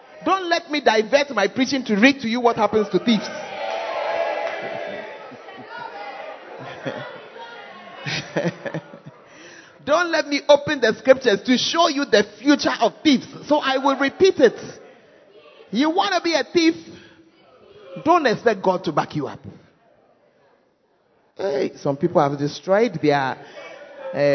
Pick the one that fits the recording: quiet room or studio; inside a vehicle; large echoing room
large echoing room